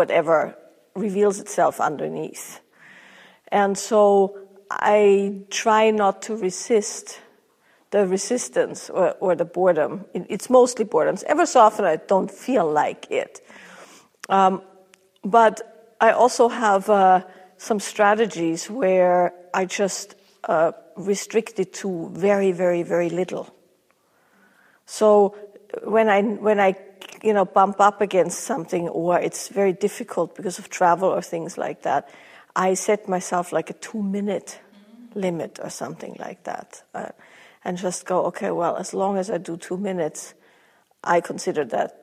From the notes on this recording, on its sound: Q&A from a recent live event